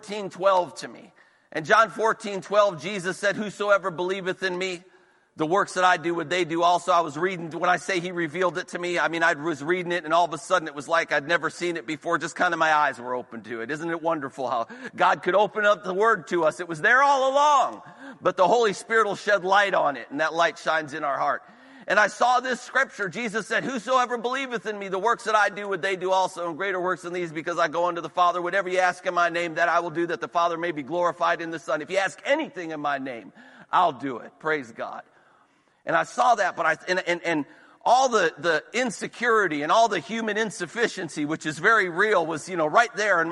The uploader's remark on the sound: This recording is of the whole service.